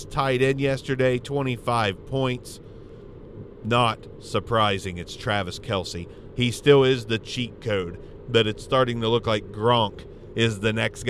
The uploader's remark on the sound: In The Car